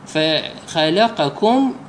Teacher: تلاحظون القاف والكاف متقاربين في المخرج والصفة · Term: إدغام المتقاربين